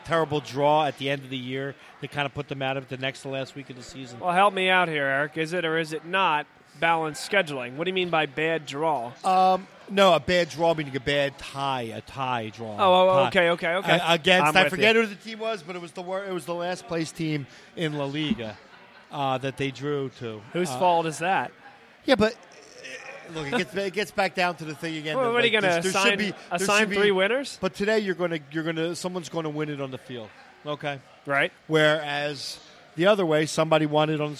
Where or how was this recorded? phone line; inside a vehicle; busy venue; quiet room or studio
busy venue